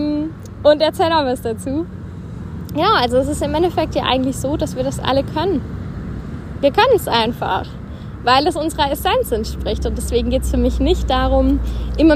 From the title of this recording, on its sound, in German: Kurzschnack live aus unserem Päuschen in der Sonne